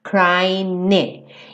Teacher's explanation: Ele não falou o G do crying, como normalmente não se fala mesmo, né, gente? O G do ING.